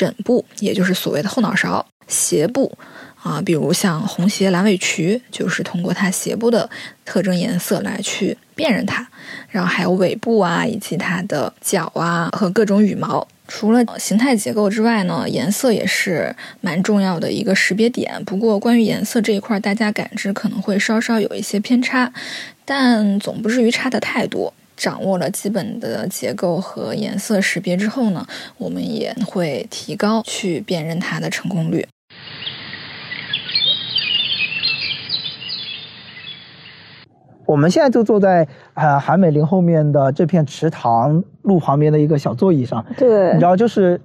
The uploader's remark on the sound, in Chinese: 本期节目的录制是在植物园中边行走边进行录制的，也许会有一定的杂音